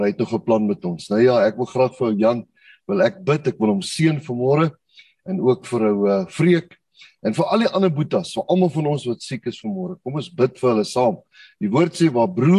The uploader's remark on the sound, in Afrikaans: Manne van die Woord Zoom Byeenkoms 25 Januarie 2022